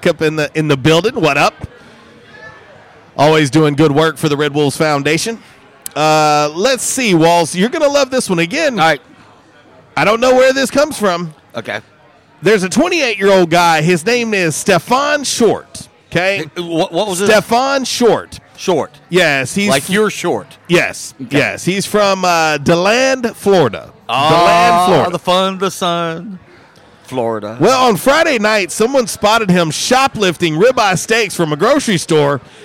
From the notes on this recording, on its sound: LIVE from JTown's Grill!